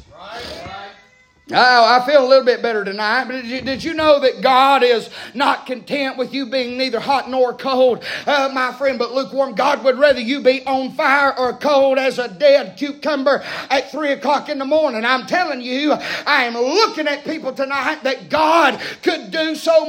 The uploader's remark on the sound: preaching live from Still Water Baptist Church